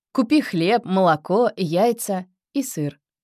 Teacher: Первые пункты с легким подъемом.